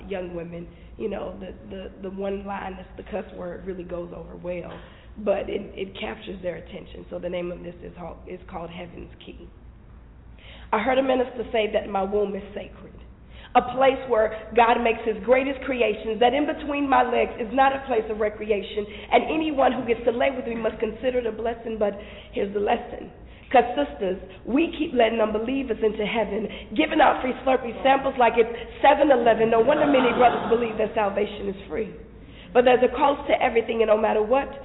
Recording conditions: busy venue